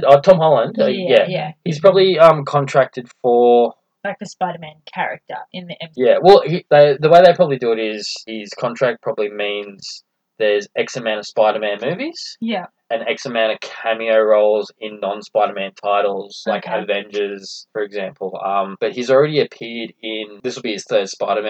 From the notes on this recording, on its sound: We apologise for the sound quality in this recording we are still learning and getting things right....